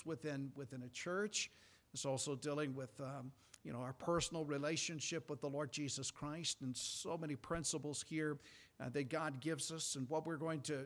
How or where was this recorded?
large echoing room